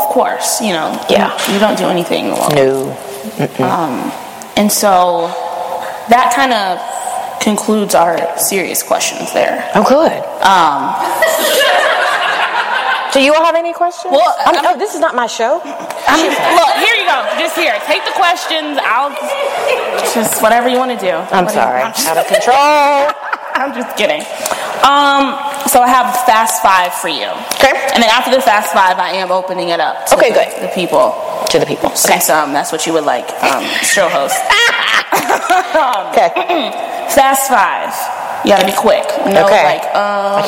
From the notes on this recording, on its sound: HERstory (Live Show). Finally the audio from the live show.